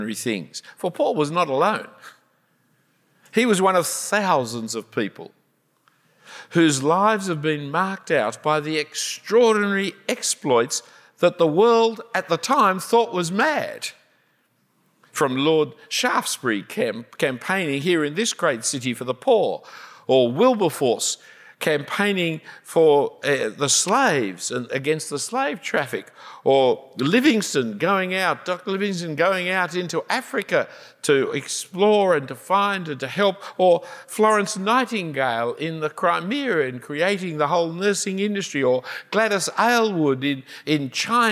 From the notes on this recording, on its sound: A talk preached at St Helens, London. UK 2018 Passion for Life.